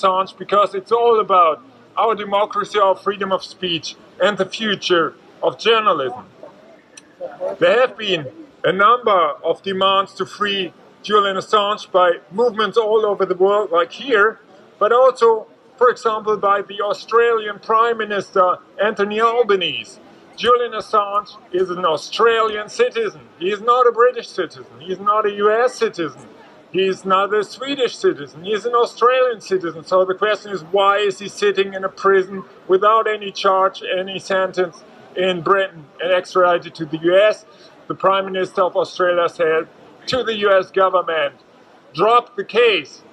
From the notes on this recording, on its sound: at the Brandenburg Gate, Berlin, on World Press Freedom Day, May 3 2023